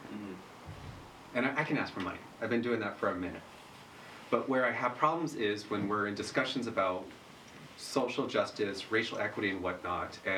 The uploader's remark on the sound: Please excuse the minor technical difficulties during this episode